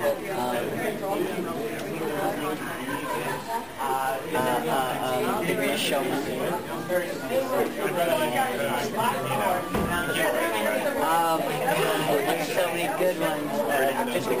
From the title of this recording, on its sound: Live from Colossalcon East